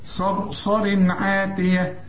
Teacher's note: صرصر الصاد مفخمة، الراء الأولى مفخمة لأن قبلها مفتوح، الراء الثانية ترقق عند الوصل إنما تفخم عند الوقف لأن قبلها مفتوح برضه، يعني تقول صرصر.